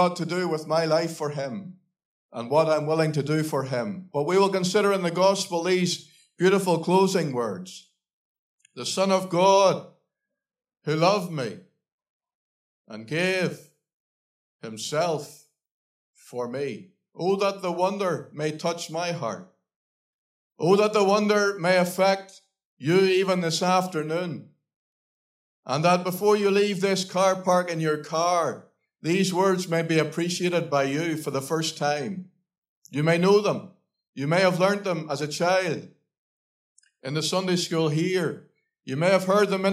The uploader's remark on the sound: Gospel Audio Recording from Ballyclare Gospel Hall